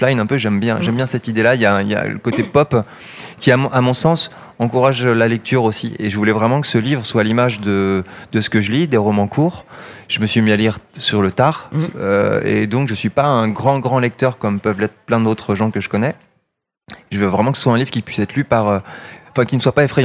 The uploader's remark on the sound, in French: en direct du salon du livre dimanche 2 octobre 2022